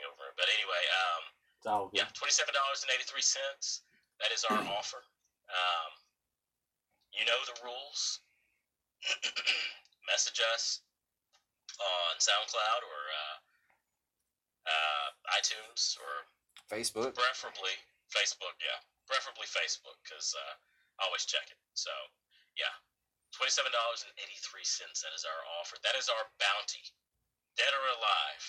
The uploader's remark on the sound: In this episode of the podcast we try a new recording technique which has brought you the shit quality that no other podcast promises. If you can get past the horrible audio in this podcast then you are truly a fan and we thank you.